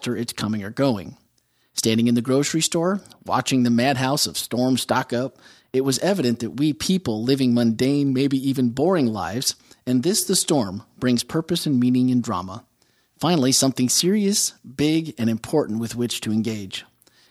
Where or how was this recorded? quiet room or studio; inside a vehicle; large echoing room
quiet room or studio